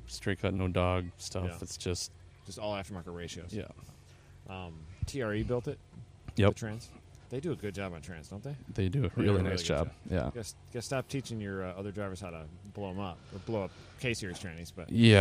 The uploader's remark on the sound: In the Paddock at West Michigan Honda Meet 21